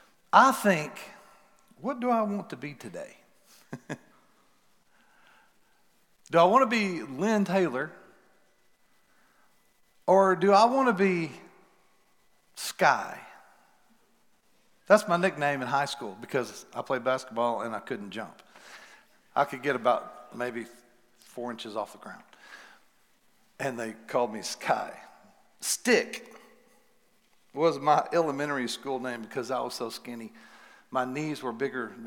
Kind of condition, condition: setting, large echoing room